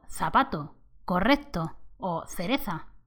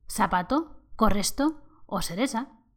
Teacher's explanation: Además del ustedes, el hablar de Canarias y América Latina tiene otra cosa en común, el seseo. O sea, la C y la Z se pronuncian como una S suave · Shown in: second take